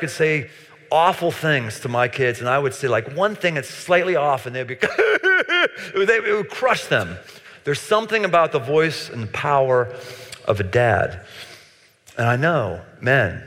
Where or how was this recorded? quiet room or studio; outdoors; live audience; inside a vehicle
live audience